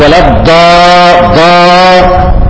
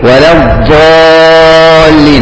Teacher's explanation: لو انت ما عملتش الحافه مع الاضراس مش هتبقى ضاد، لو انت قلت ولا ضاد طلعتها من طرف اللسان بس فخمت الدال فبقت مش ضاد، بقت دال مفخمه · Shown in: first take